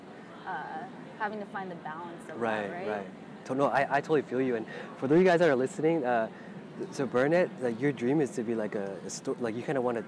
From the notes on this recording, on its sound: We recorded the episode outdoors so sorry for the background noise (makes it more natural).